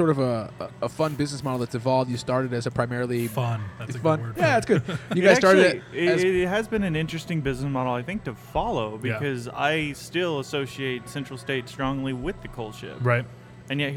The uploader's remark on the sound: on location at Round Town Brewery